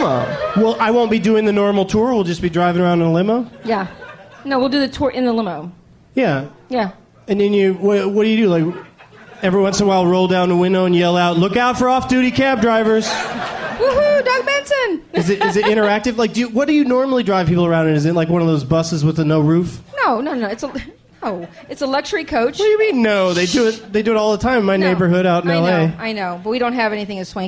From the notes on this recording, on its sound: Live from The Punchline Comedy Club in Atlanta